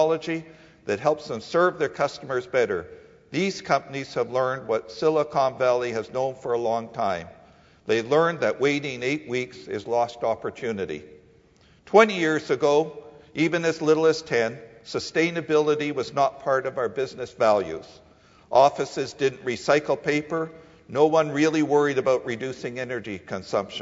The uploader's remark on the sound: The venue is the Mattamy Athletic Centre at the Gardens, Ryerson's new facility on Carlton Street, included in the ESPN list of Top 10 Most Historic Stadiums in North America.